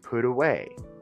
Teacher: we have to pronounce the T between two vowels like an R